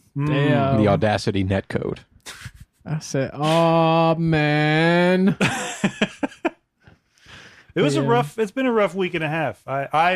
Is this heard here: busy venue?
no